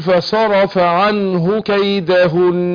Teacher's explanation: عايزين النون المشددة احنا اتفقنا بتاخد غنة حركتين